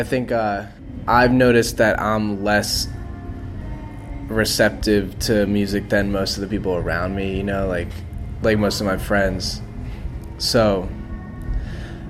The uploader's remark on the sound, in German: auf dem Primavera Sound Festival